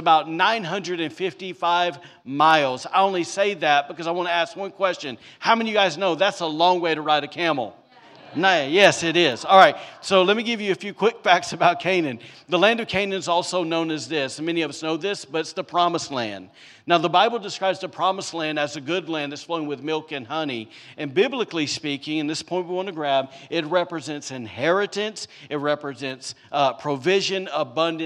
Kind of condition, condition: setting, large echoing room